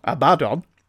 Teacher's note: emphasis on the last syllable